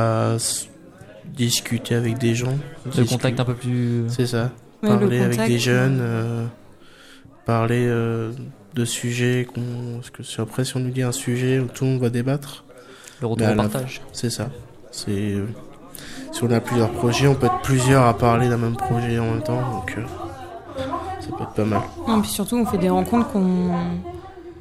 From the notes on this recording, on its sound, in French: Emission réalisée en direct samedi 30 mars 2019 depuis le Campus des métiers de Joué-les-Tours.